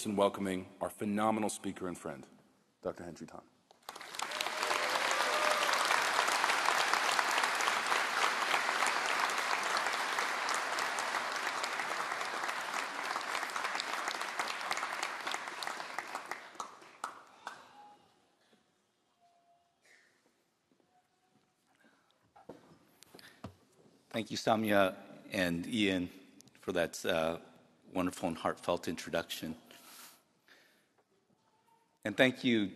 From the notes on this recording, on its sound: The keynote address at the 2023 UC Davis School of Medicine commencement ceremony, held in the Robert & Margrit Mondavi Center for the Performing Arts on the UC Davis campus.